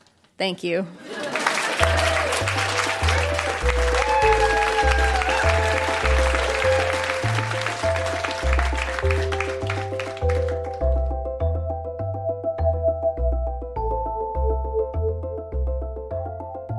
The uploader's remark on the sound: Recorded live at TWH Social in Kitchener.